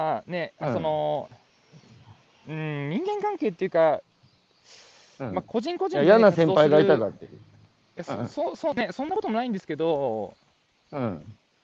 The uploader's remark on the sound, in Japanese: 長野県平谷村。歩きながら1時間、対談する。